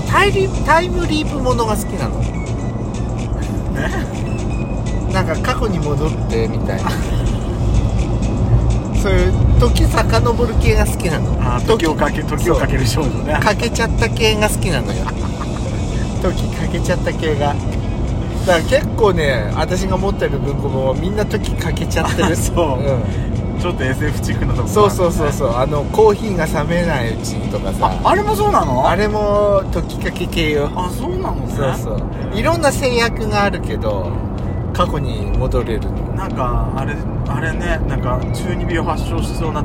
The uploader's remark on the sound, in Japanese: ドスドライブ収録。ロードノイズゴメンね。